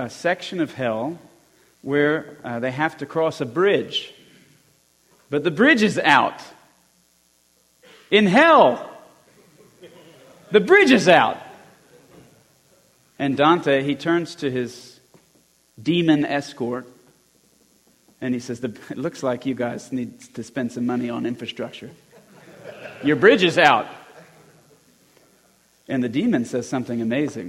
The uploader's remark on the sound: Christian Men's Conference 2020 Talk 4